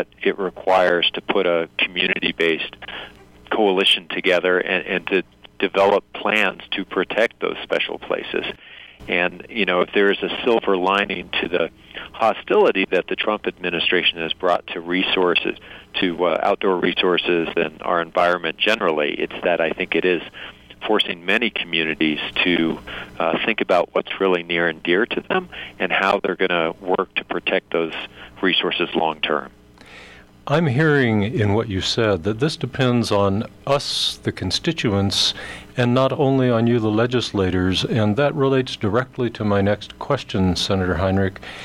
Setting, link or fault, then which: link, phone line